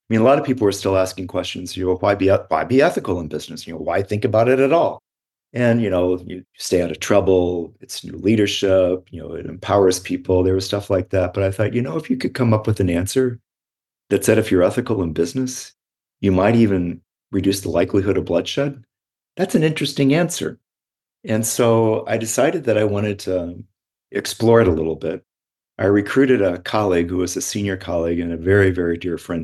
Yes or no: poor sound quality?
no